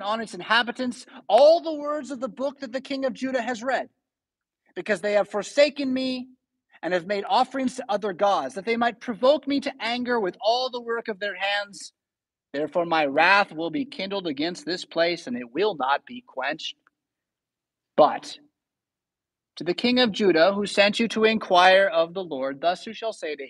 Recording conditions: large echoing room